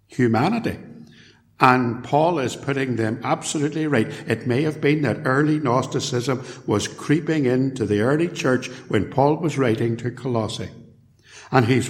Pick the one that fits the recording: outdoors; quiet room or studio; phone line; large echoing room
large echoing room